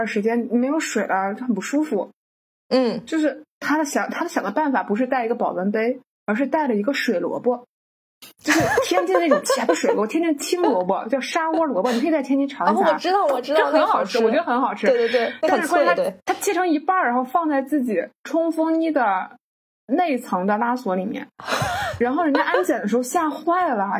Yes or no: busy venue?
no